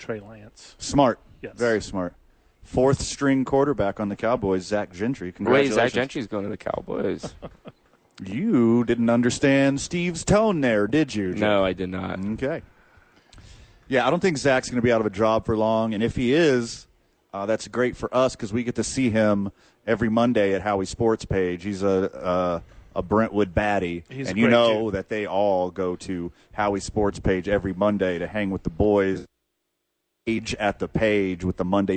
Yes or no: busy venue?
yes